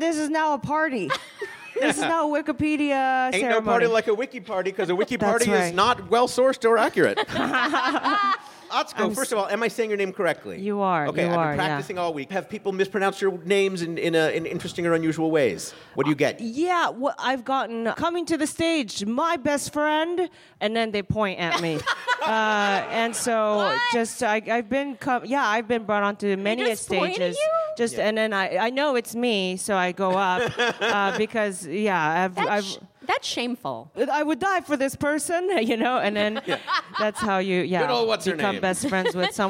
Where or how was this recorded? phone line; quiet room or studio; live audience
live audience